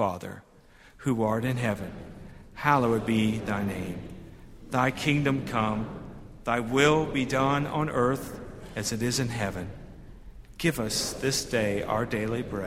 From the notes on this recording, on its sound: at Highland Baptist Church